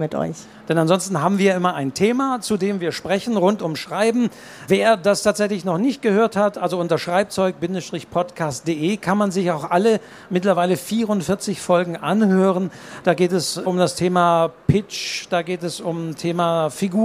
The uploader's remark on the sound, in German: Live: Leipziger Buchmesse 2023. Live-Mitschnitt!